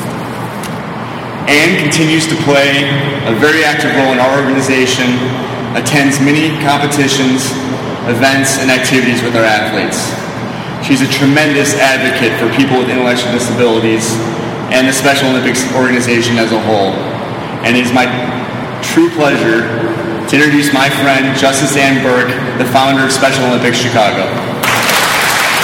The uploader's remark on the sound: LIVE From Solider Field in Chicago. A best of live recap of the kick off for the Special Olympics 50th Anniversary Celebration at Solider Field in Chicago.